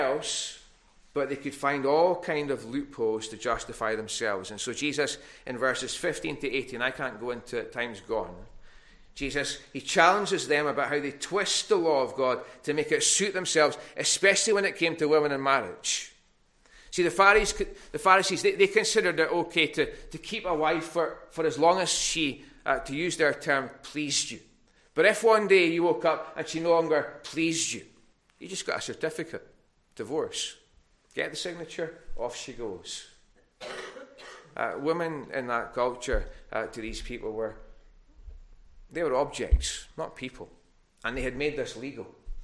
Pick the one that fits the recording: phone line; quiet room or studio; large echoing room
large echoing room